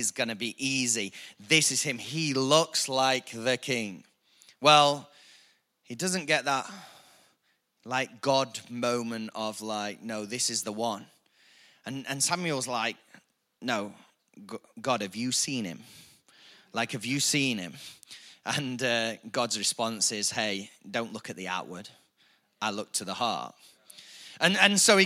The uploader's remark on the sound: IKON Church. Recorded live at the Chesterfield Campus this is the message from the evening service.